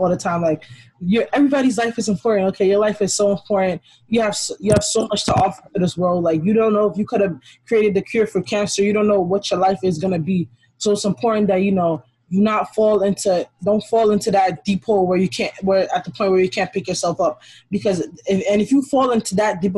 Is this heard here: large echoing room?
no